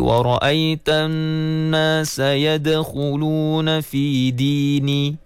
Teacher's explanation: penyebutan huruf dal di hujung lidah dan langit-langit atas